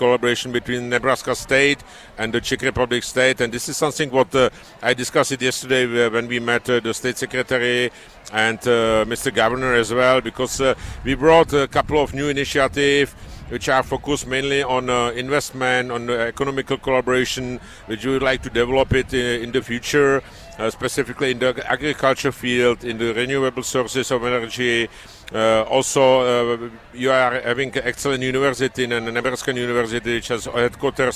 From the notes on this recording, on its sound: LIVE from Lincoln Airshow